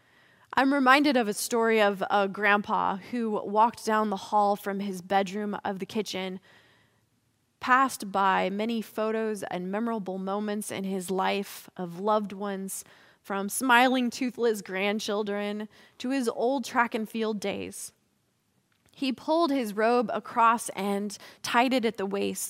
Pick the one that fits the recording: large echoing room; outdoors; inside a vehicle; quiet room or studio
large echoing room